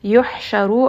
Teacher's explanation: ha is going to be from the middle of the throat. يحشروا، ra is going to be heavy, and this is going to be a four count med.